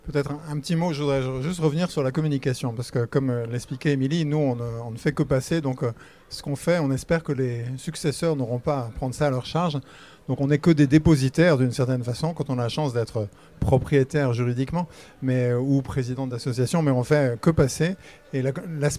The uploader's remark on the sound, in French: En direct du Salon International du Patrimoine Culturel